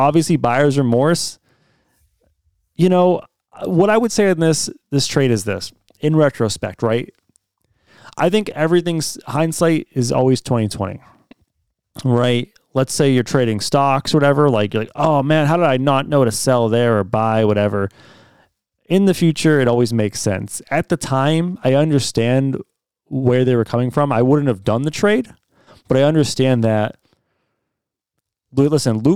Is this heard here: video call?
no